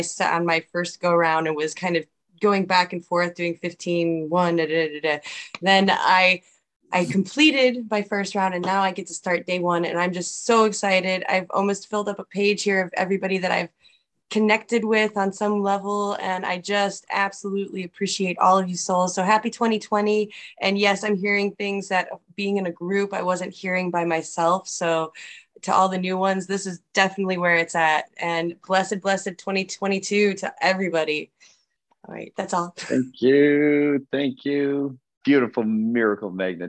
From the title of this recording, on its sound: Zoom Call